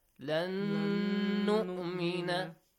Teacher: And make sure, because it's noon sakin and from Yarmulun letters, of course we do idgham, but we have to apply the rule idgham with ghunna, with a nasal sound